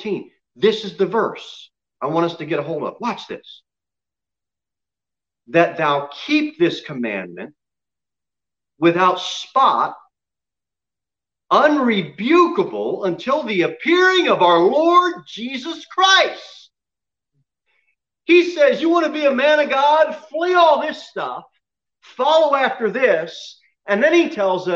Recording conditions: large echoing room